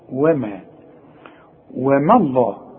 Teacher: وما الله هو لفظ الجلالة مفخم، لكن الواو والميم لابد انك ترققهم